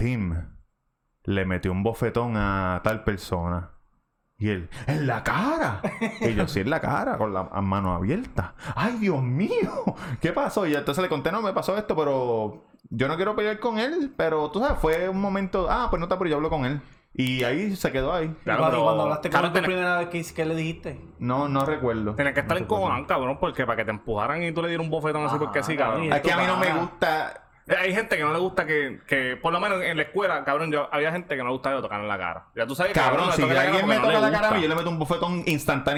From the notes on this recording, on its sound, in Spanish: (audio distorsionado). Por problemas técnicos el audio se escucha un poco distorcionado.